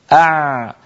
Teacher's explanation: كذلك الأمر لو قلنا أع، جربوا هكذا حرف العين أع، تجدون بأن الصوت لم ينقطع ولكنه في الوقت نفسه لا يجري جريانا بينا